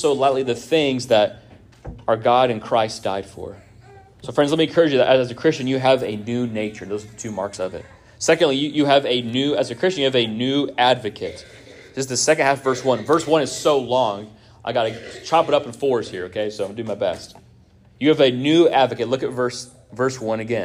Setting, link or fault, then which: setting, large echoing room